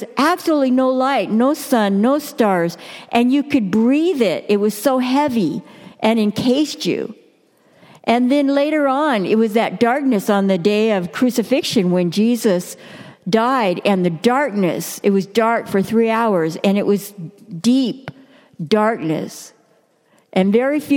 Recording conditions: large echoing room